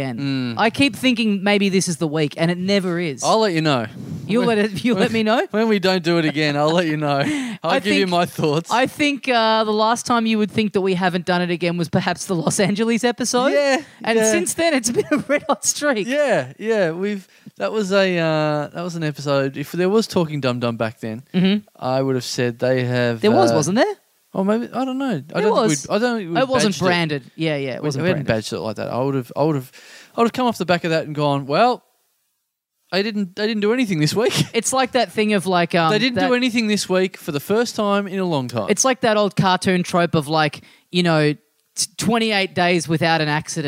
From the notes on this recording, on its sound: It's another classic two beer podcast LIVE from the European Bier Cafe.